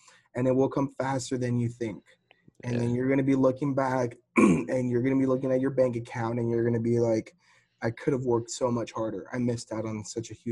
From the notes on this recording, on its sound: We're just in key west Florida hanging out at the knock event. Just hop on the zoom and finally making it happen.